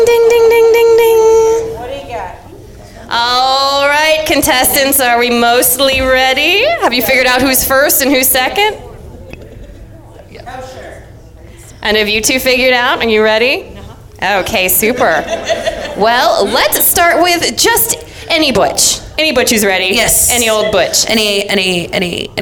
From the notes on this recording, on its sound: comes to you from the All Jane Comedy Festival!